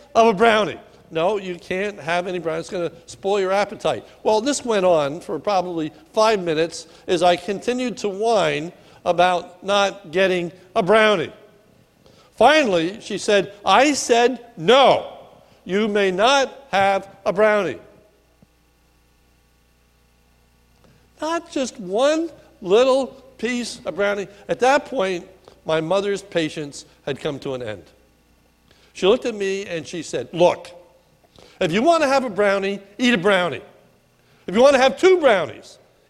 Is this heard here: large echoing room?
yes